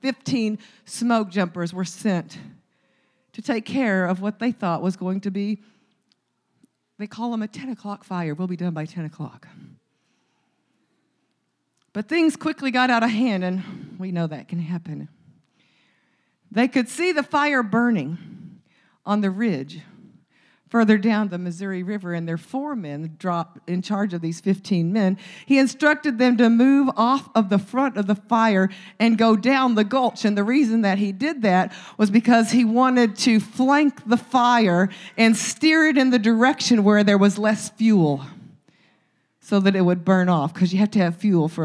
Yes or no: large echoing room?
yes